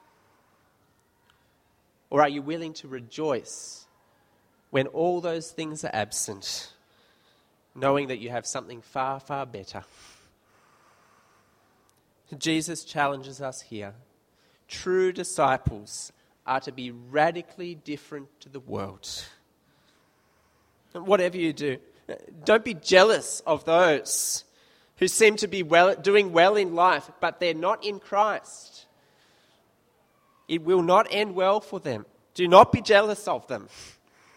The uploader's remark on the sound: This sermon was preached at St Mary's Cathedral, KL on 26th July 2015.